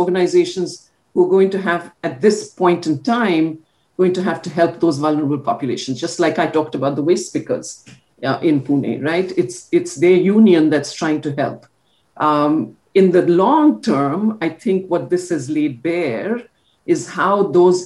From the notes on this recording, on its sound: This is a zoom recording